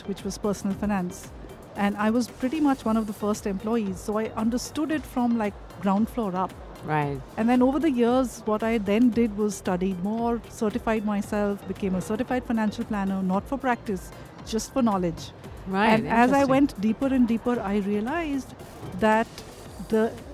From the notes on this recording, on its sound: Live from SIBF 2023.